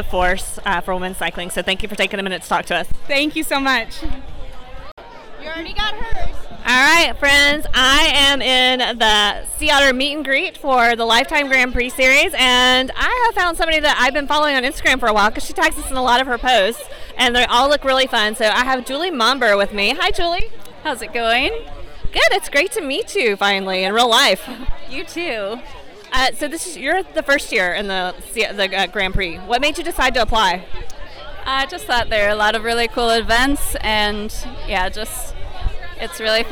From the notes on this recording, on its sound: coming to us live from the Sea Otter Classic in Monterey, California